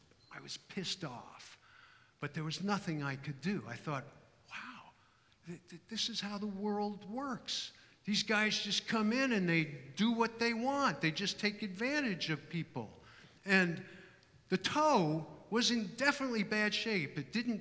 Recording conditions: live audience